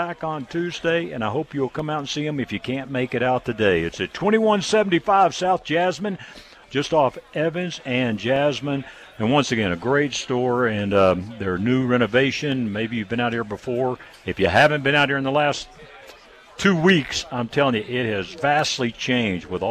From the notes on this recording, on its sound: We are broadcasting live at Big Horn Firearms for their Grand Re-Opening Event today. Despite the clouds and rain it was an awesome crowd that showed up and participated in the raffles.